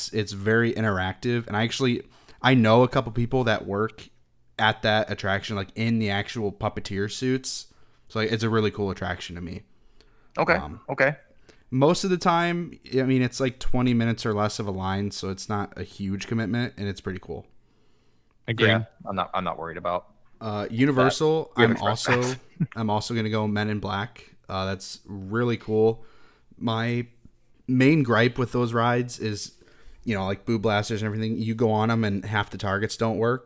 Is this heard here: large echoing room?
no